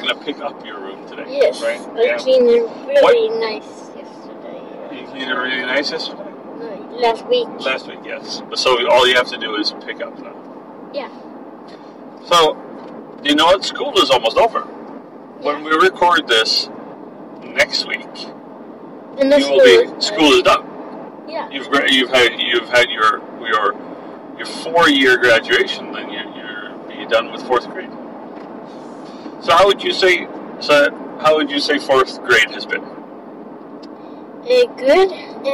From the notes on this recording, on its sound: podcast in the car